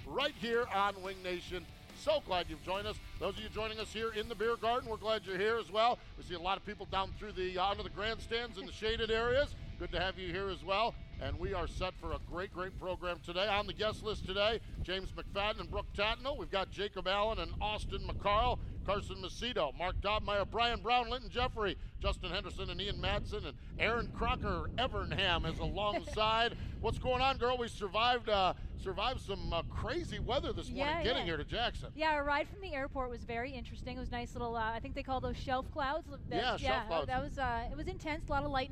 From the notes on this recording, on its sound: LIVE at the AGCO Jackson Nationals on Thursday Night, June 27, 2019